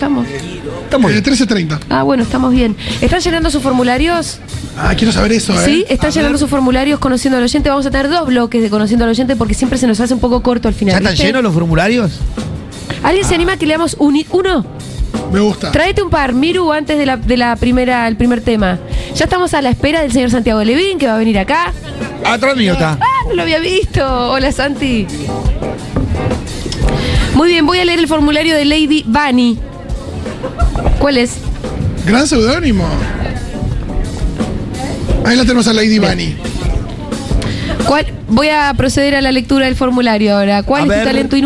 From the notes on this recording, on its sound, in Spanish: en vivo en la terraza de Yunta Bar